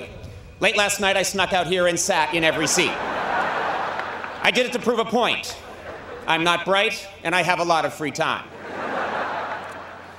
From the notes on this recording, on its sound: Delivered the main address at Dartmouth College's 2011 Commencement exercises on Sunday morning, June 12.